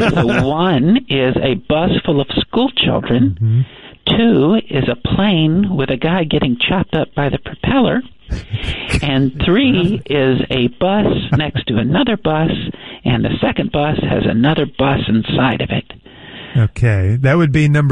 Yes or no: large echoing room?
no